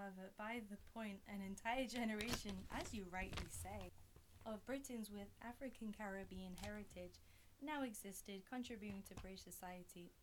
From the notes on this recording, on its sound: Apologies for the audio interference - we had some technical difficulties but I edited it out the best I could!